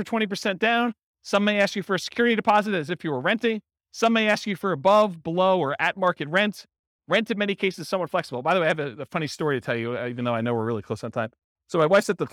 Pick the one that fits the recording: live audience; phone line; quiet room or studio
live audience